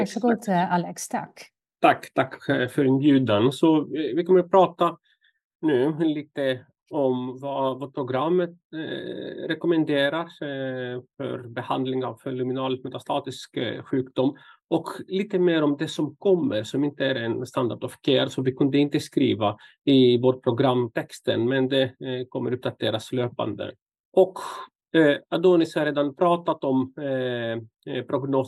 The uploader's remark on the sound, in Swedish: Ljudinspelningen från SOFs webbinarium Bröstcancer – smärtbehandling.